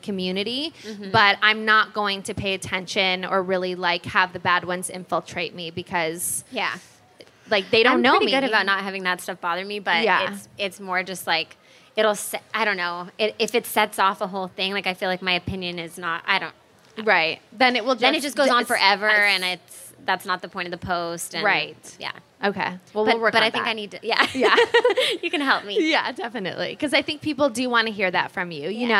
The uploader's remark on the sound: We recorded a LIVE episode. At The Grove (an outdoor mall here in LA)!!